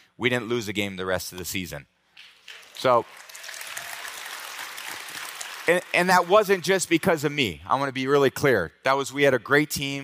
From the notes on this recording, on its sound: Hosted at the 2023 VAULT conference